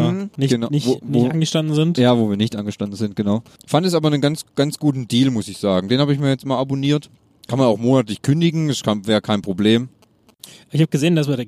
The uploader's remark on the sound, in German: Nebengeräusche on Tour - Die Roadtrip-Folge. Natürlich hat es uns auf der Fahrt schon in den Zungen gejuckt und wir haben spontan eine kleine Runde aufgenommen.